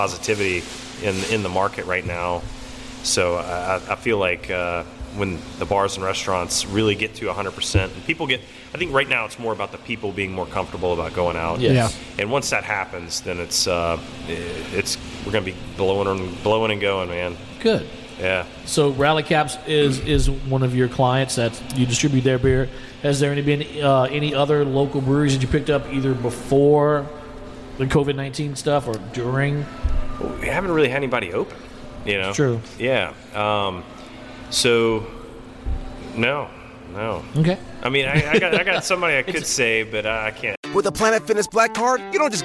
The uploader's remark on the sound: at Rally Cap Brewing in Baton Rouge